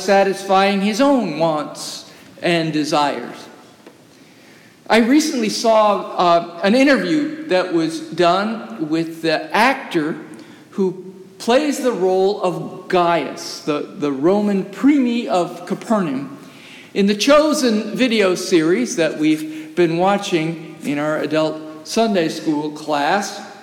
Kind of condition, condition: setting, large echoing room